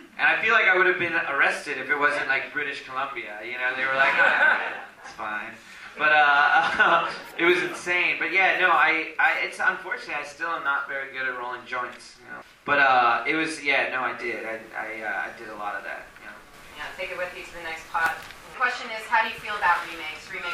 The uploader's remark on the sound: It was recorded after a screening of the film on April 9th in Philadelphia.